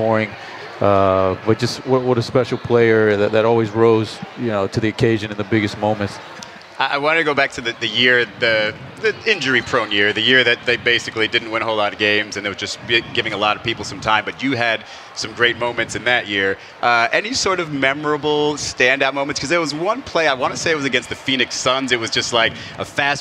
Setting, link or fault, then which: setting, busy venue